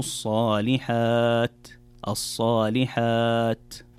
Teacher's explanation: طيب، في الآية التي بعدها قال الله تعالى إلا الذين آمنوا وعملوا الصالحات، إذا سكت لابد أن تأتي بالهمس في هذه التاء، وهي من حروف الهمس، فلما تقرأ الصالحات من الخطأ أن تقرأ وعملوا الصالحات أو وعملوا الصالحات، في الصالحات الوقوف على حرف التاء يكون بهمس وليس بقلقلة أو بإطباق التاء فتختفي كأنها تختفي تماما، فتقرأ إلا الذين آمنوا وعملوا الصالحات الصالحات.